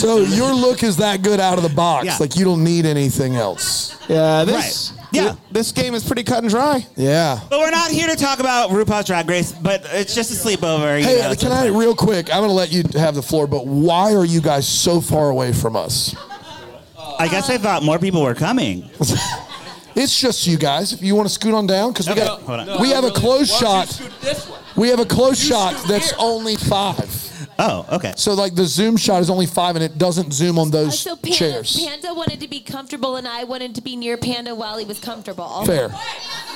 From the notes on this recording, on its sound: LIVE from Bramble Fest 2023